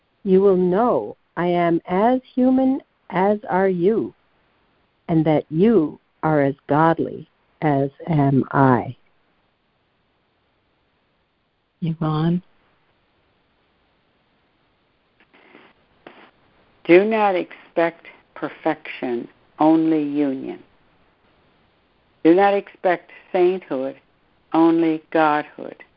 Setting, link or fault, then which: link, phone line